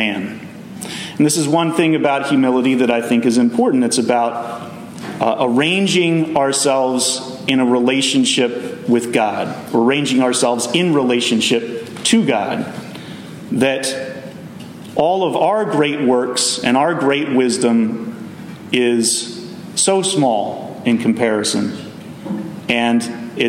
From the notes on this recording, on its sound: Messages delivered Sunday, July 2w, 2023 at Mt Carmel Primitive Baptist Church